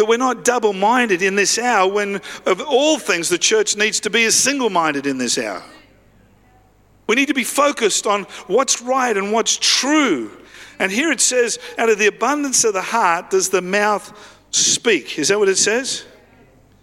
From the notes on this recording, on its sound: live at Freshwater Church on Sunday the 2nd of April 2023